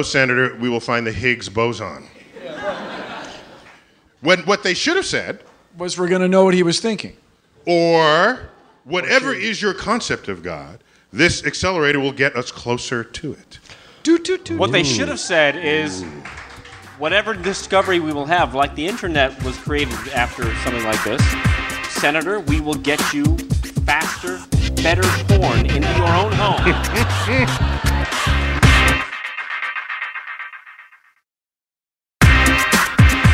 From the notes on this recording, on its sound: StarTalk Live.